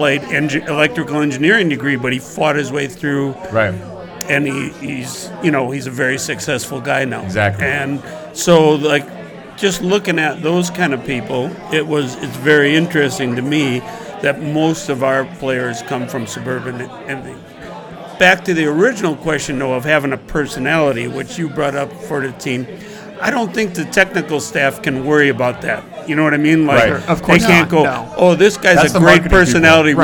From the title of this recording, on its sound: Live at the Forward Club